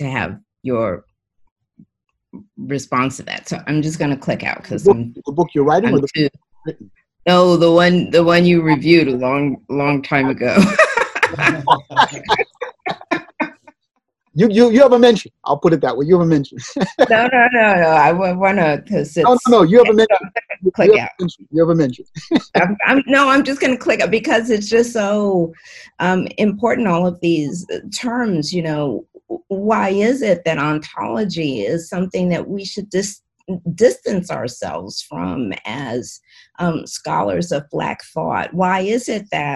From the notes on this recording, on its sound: Due to the COVID-19 Pandemic, the 2020 Mary Stevens Reckford Memorial Lecture in European Studies with Dr. Was held via Zoom video conference.